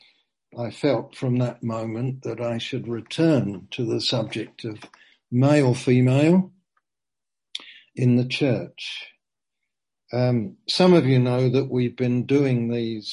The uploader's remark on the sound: Zoom.